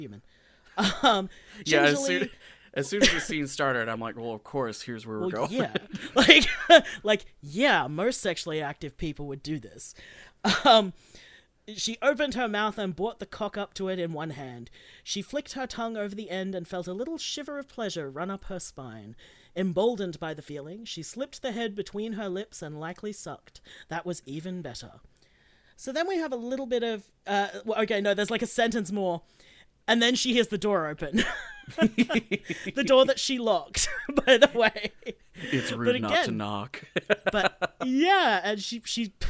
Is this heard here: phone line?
no